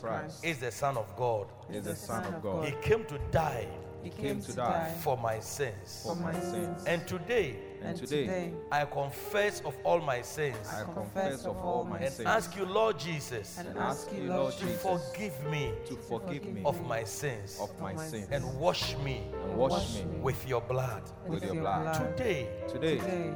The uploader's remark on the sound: Preached at Loyalty House, Abbey, Dahwenya